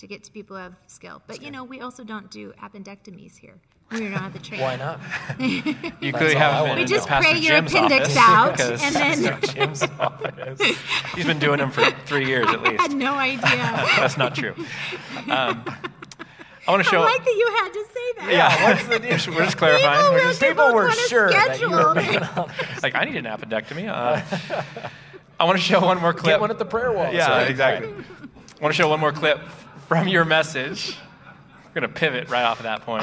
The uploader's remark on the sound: Live at Westside Church. 4 part live series.